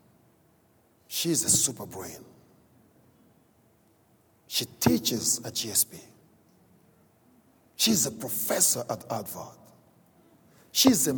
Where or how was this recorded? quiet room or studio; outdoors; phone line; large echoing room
large echoing room